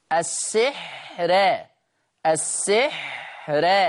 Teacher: قرأ ورش بترقيق الراء وصلا في لفظ السحر